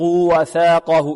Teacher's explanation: وثاقه الثاء مثلثة تخرج من منتهى طرف اللسان مع منتهى طرف الثنايا العليا، والقاف مفخمة. وثاقه، وهاء الضمير هنا موصول بواو لفظية لأنها وقعت بين متحركين.